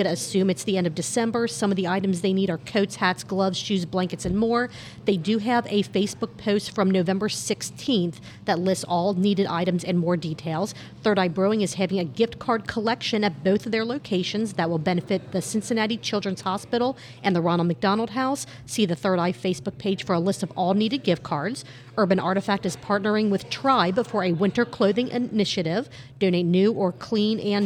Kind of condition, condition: setting, busy venue